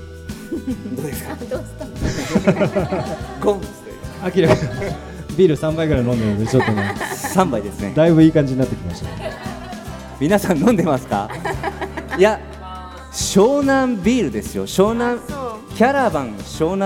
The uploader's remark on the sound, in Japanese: 公開収録